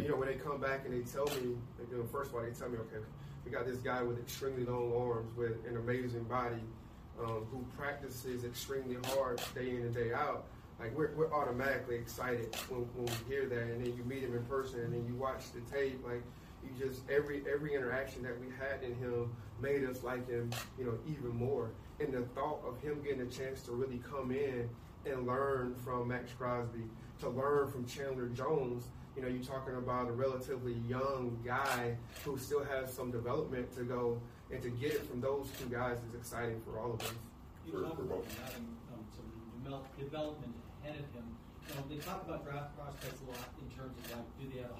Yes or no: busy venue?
yes